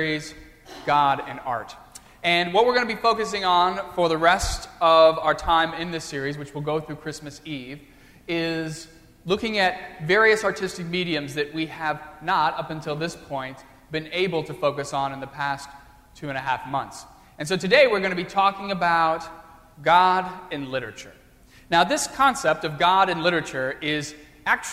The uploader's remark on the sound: during the Crossroads service (9:30 am) on Sunday, November 29, 2015, at First Presbyterian Church of Arlington Heights, Illinois